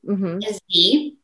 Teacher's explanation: The Z now engages the folds · Term: voiced Z